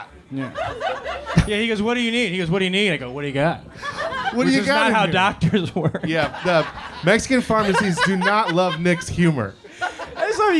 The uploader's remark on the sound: These sets from the live show. Enjoy these sets from some of our favorite friends from the February and March live shows!